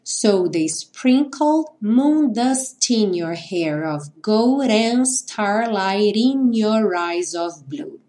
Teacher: o T com som de rarara, juntando no in, e o in vai juntar no your.